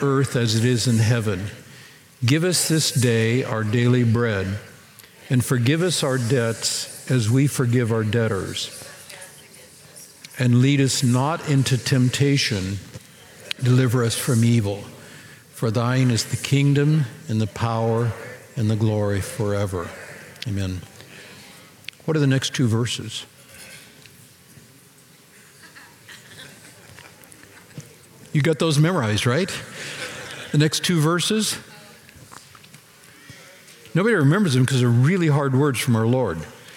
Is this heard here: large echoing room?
yes